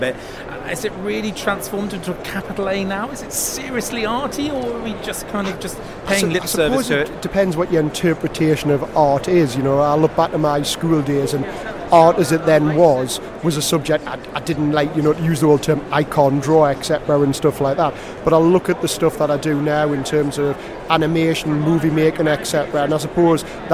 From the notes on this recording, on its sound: LIVE show from stand D120 at BETT2018. The equipment that we use costs less than £3,000.